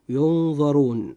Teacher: أن حرف الراء جاء في هذه الكلمة مضموما، فيجب أن ينطق مفخما هكذا: ينظرون.